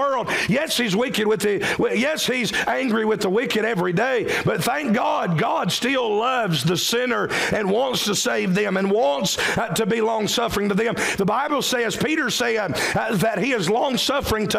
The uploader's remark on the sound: during the 11AM service October 8, 2023